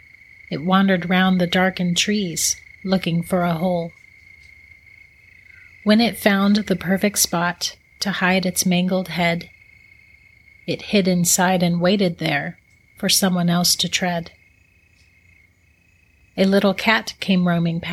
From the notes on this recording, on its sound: To the calming sounds of a forest at night. ASMR warning.